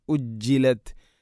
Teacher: ഉജ്ജിലത് ജീമിന് ശബ്ദുണ്ട്, അതിനെ പ്രത്യേകം എടുത്ത് കാണിക്കണം